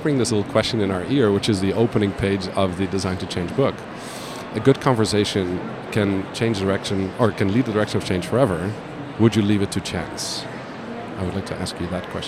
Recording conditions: busy venue